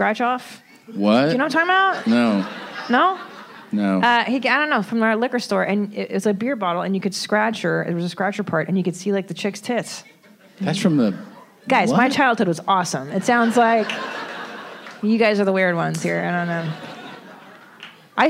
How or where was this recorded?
live audience